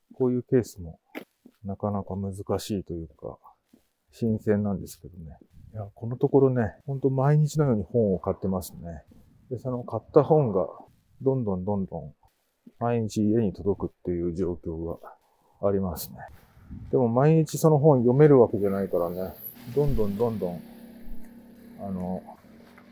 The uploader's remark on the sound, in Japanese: 冬のお散歩収録。ある日、晴れた日のお散歩収録です。